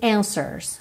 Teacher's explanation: Esse W não aparece, então você não fala answers, e sim answers, ok?